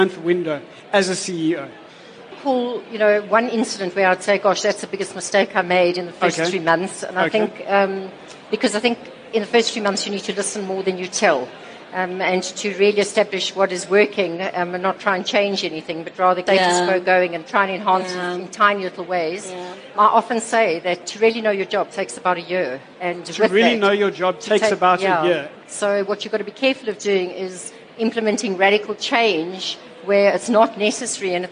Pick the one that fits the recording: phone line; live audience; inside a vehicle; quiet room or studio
live audience